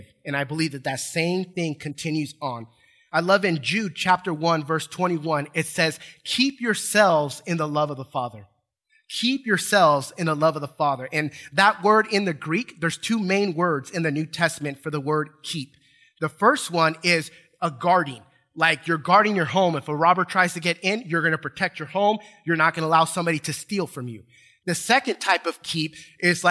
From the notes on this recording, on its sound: Recorded from South Gate Fellowship in Duncanville, TX on Sunday, January 30, 2022.